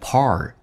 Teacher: R 这个发音，重度卷舌，嘴巴打开